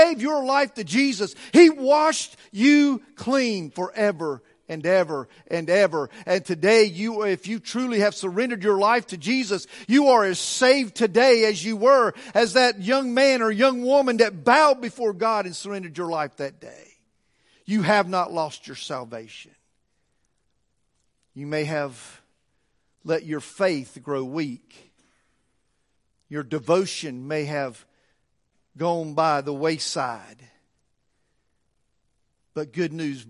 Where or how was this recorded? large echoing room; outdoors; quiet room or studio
large echoing room